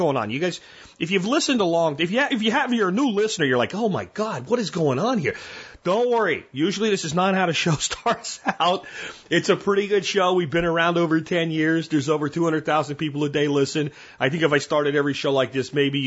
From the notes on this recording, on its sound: Listener Calls. Today on The Survival Podcast I take your phone calls.